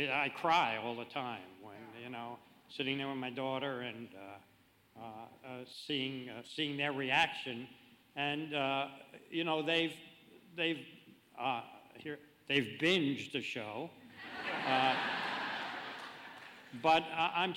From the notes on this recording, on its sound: This conversation was recorded live at ATX TV Festival Season 12. In Austin, TX.